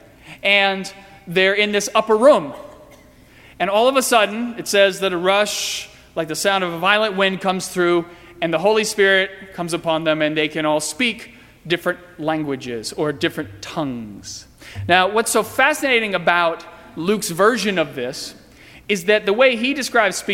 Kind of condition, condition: setting, large echoing room